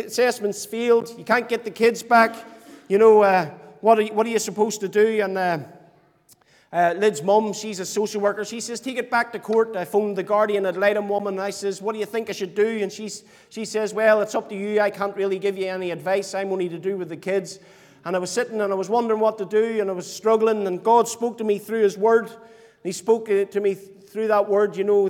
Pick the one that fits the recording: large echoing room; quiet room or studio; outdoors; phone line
large echoing room